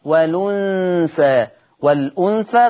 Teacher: يحذف الهمزة ويأخذ الحركة إلى الحرف الساكن قبلها · Term: النقل